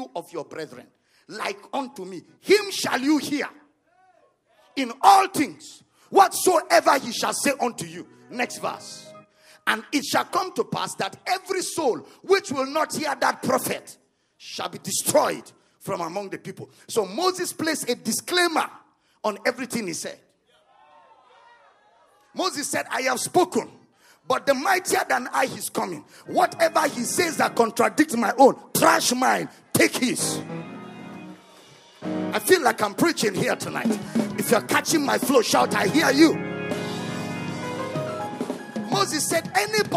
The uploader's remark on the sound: at the Love of God in Christ Church Conference